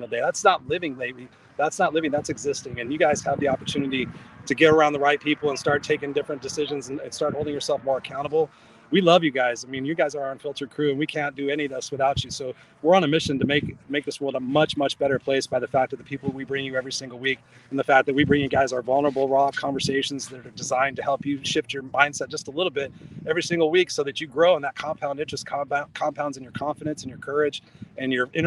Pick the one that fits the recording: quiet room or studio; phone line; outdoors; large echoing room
outdoors